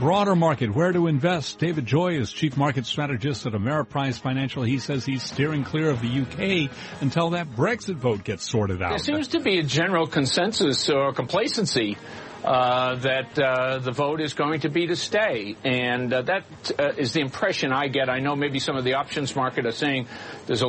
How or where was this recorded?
busy venue